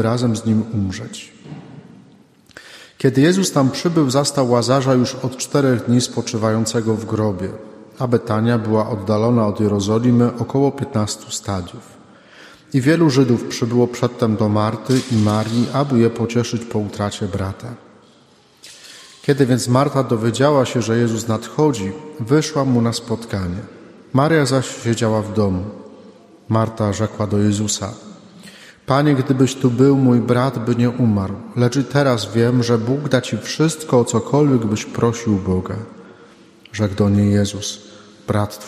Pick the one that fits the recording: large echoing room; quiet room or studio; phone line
large echoing room